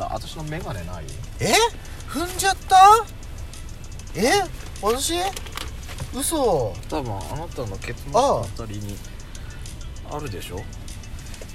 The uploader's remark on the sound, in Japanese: パーキング収録